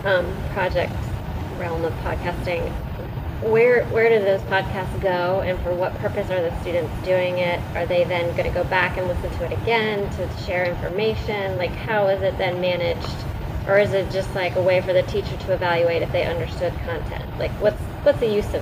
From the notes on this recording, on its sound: a recording of a discussion at the George Mason University Assistive Technology Share Fair of 2011